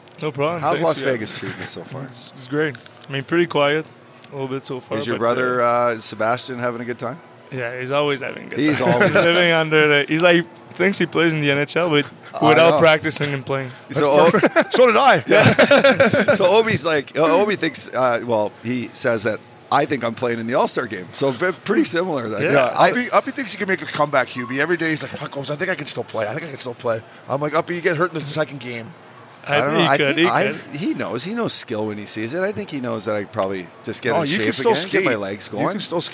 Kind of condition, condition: setting, busy venue